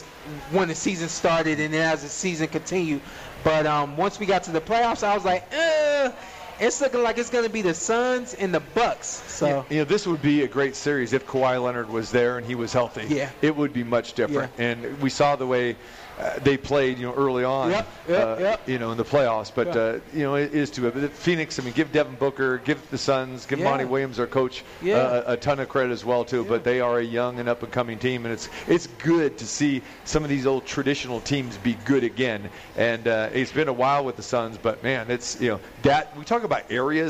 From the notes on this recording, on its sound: Live at the Cosmopolitan of the Las Vegas